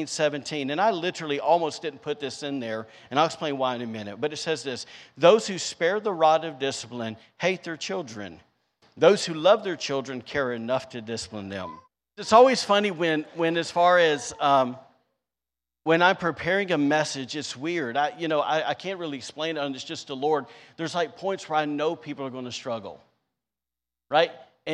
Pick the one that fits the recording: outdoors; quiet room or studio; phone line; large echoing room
large echoing room